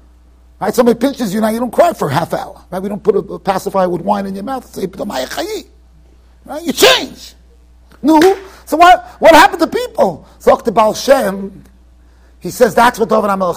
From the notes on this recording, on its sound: Shiur recorded in Yeshivas Ohr Reuven, Monsey NY.